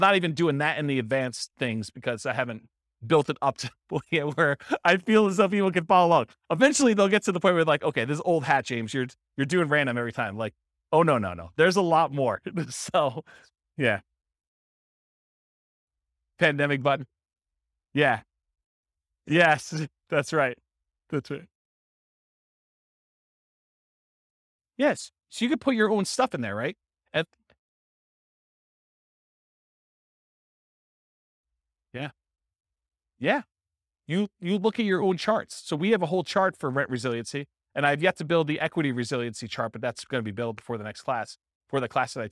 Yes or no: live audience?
yes